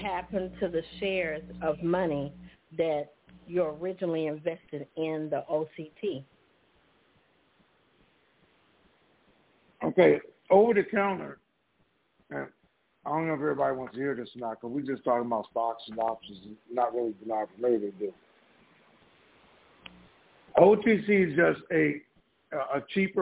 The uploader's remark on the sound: TNTSuperfantastic Conference Call